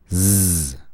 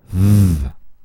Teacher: As we discussed in last week's podcast, some consonants are voiced. They involve our vocal cords. We can feel our vocal cords vibrating when we pronounce them. For example, the consonant Z, Z, or V, V.